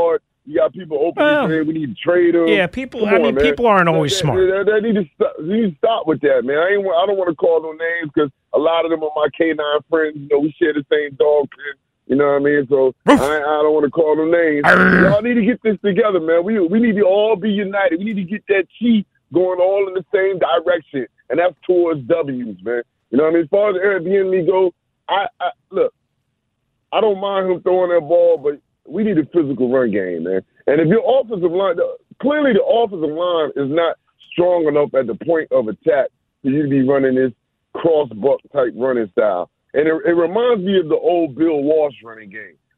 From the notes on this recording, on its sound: Back to the phone lines. Continuing call lines on the Commanders after Sunday's win.